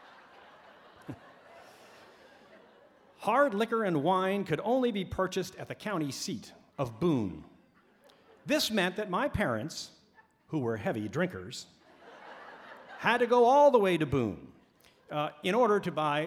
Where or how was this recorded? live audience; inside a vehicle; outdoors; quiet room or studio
live audience